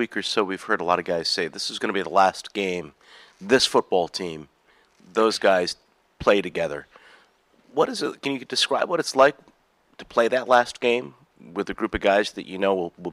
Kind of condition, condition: setting, busy venue